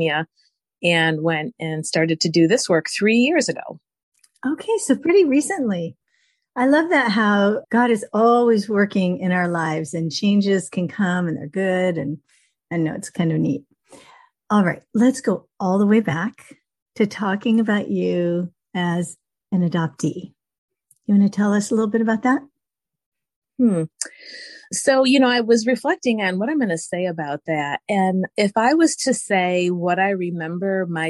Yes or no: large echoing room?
no